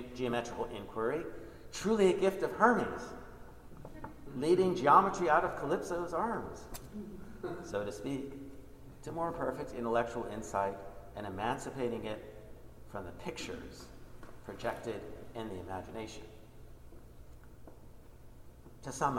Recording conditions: live audience